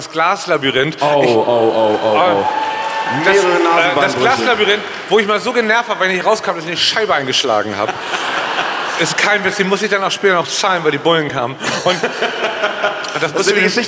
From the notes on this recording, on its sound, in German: Live aus Hamburg. Live aus der Sporthalle Hamburg.